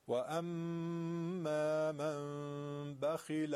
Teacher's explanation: نون به ب رسیده تبدیل به میم میشه، وقت لبار یک کمی باید باز نگه داریم و غنه بدیم.